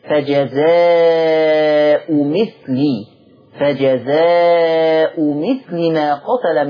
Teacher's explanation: حذف التنوين وكسر اللام فجزاء مثلي فجزاء مثل ما قتل